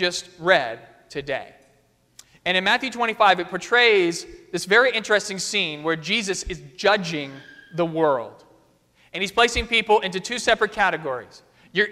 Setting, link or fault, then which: setting, large echoing room